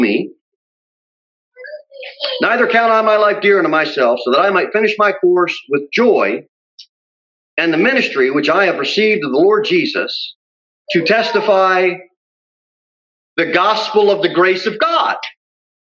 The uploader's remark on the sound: Sermon delivered at Pilgrim Baptist Church on Sunday, March 14, 2021, at 6:15 pm. Jere Whitson Rd.